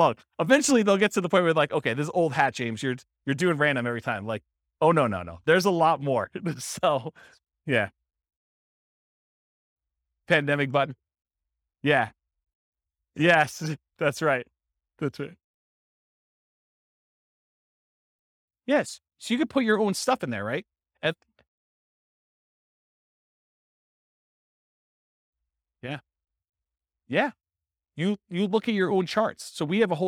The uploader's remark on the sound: This was a live class recorded